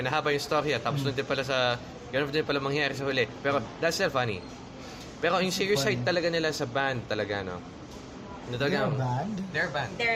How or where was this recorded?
busy venue